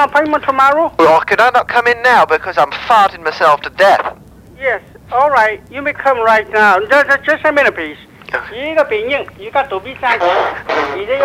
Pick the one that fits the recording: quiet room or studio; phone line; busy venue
phone line